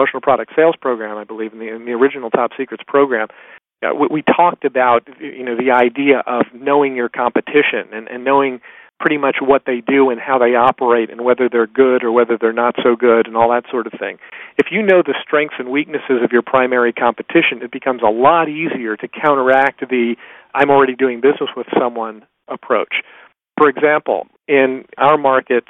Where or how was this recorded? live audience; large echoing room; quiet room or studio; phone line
phone line